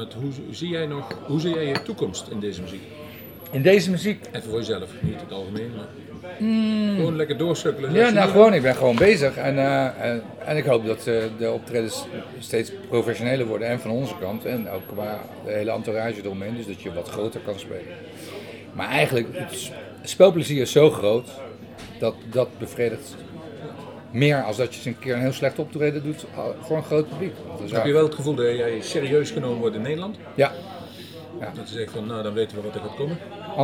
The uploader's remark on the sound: Live in Bluesmoose café